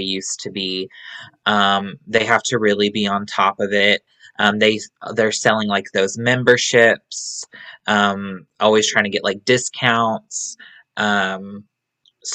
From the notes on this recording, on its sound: With the help of Zoom we chatting.